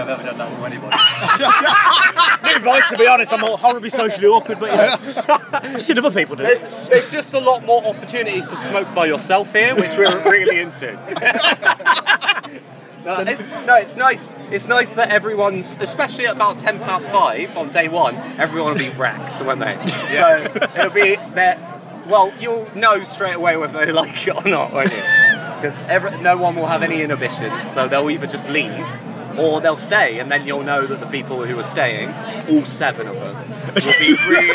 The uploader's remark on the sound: Live from 2000 Trees 2023